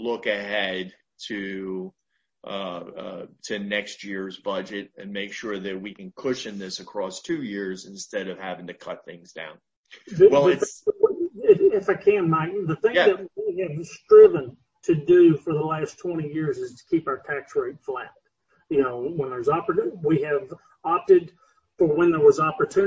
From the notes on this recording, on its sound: This interview was recorded via Zoom